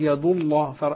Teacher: كثير من الناس يقول يد الله يذهب إلى تغليظ الدال